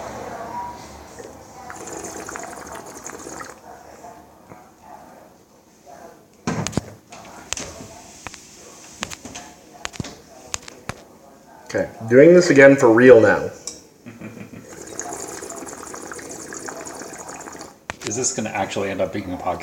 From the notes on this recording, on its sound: In the kitchen while he cooks as we take audio notes on this wine for my Noise article.